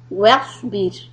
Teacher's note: صاد سكون heavy. And the raw سكون soft.